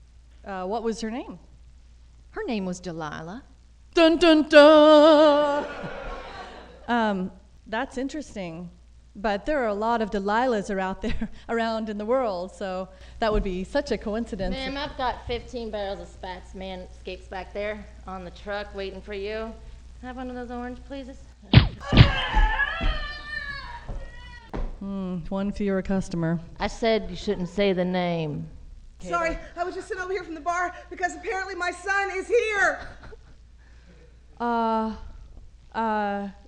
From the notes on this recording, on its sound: Live at the 2nd annual SF Femprov Festival